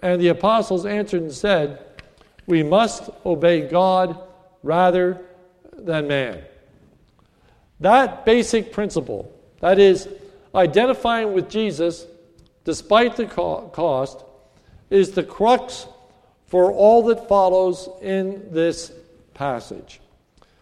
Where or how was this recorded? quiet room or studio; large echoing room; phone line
large echoing room